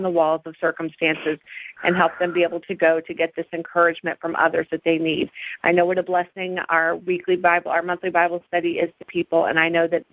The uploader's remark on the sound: We opened up our Conference Call line for anyone to pray. The hour was filled with many people uplifting prayers.